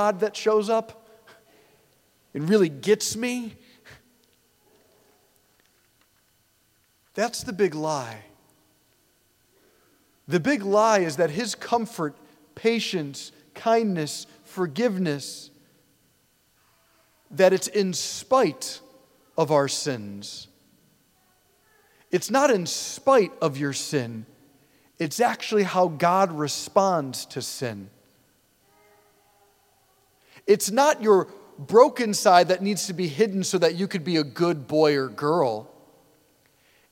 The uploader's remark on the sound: preached this homily on December 10, 2023 at St Basil the Great Catholic Church in Brecksville, OH